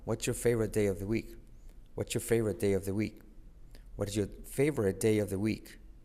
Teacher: La T de what al unirse con la Y se convierte en una J.